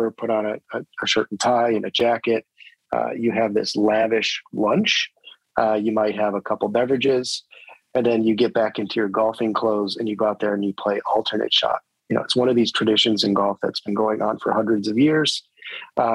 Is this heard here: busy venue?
no